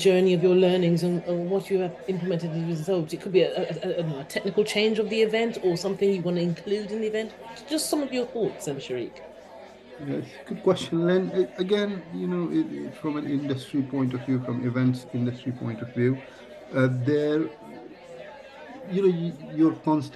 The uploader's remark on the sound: LIVE at Excel London - London EV Show 2023